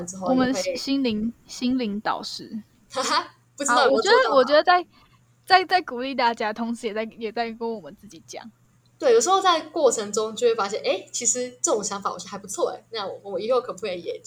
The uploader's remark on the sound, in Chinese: 第一次線上錄製！音質不佳請見諒（還有鄰居興奮的狗叫聲）。